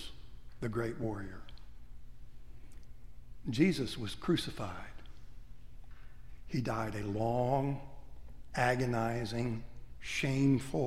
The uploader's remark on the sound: Preached at Trinity-by-the-Cove, Naples, Florida. Readings cropped.